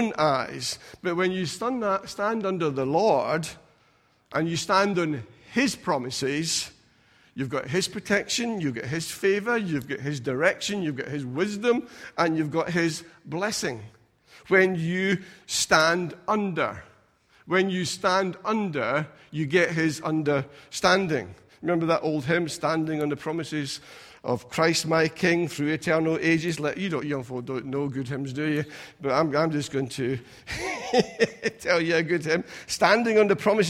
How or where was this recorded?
large echoing room